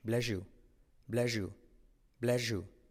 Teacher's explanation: Fijaos cómo la S y la Y se convierte en shh